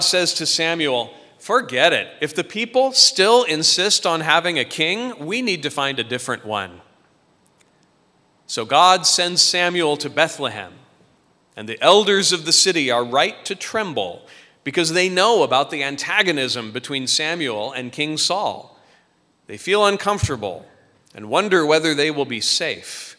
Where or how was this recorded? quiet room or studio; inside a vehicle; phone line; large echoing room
large echoing room